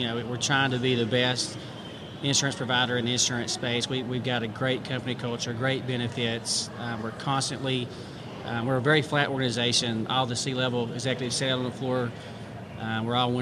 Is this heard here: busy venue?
yes